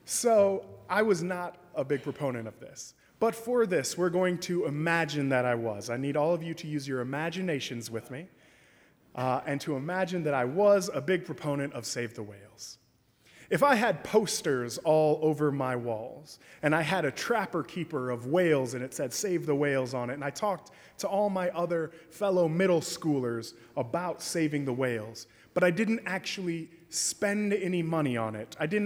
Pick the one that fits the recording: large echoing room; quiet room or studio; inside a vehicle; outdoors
large echoing room